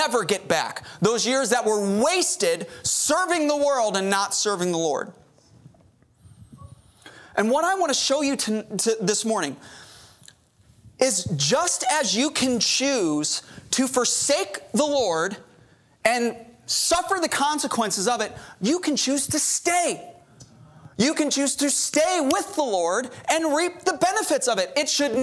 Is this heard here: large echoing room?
yes